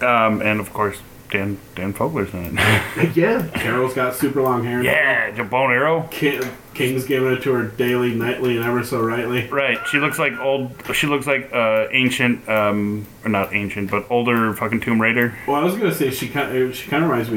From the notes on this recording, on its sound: The audio goblin struck again, so the producer tried his best to make it better and apologizes for said goblin.